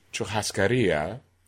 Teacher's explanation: in Brazilian Portuguese, this R sound really becomes almost an H · Term: devoicing